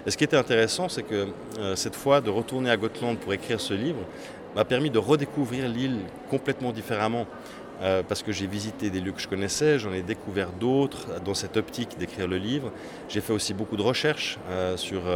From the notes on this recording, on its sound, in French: je suis à Lyon au festival Quais du Polar